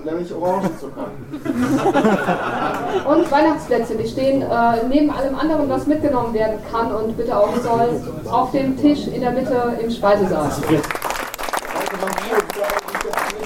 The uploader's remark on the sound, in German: Die auf dem Podstock-Festival entstanden ist.